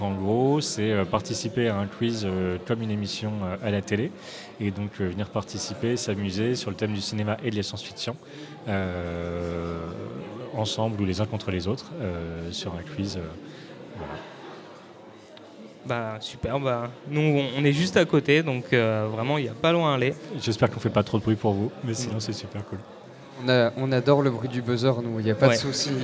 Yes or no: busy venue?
yes